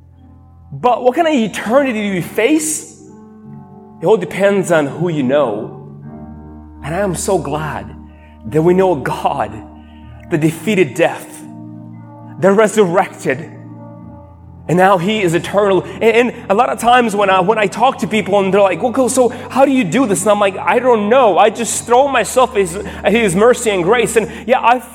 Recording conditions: large echoing room